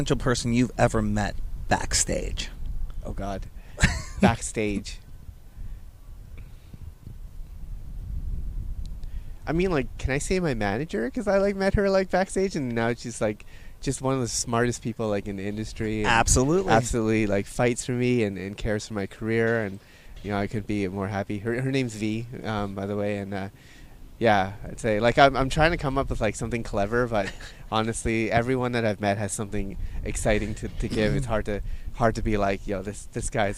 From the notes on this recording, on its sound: On Location Sessions at ADE 2023